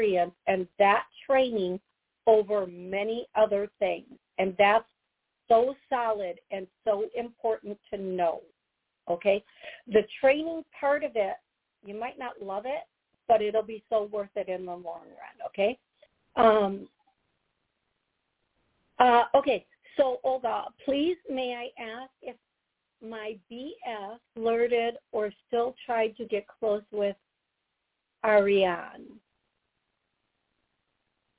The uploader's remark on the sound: Live Call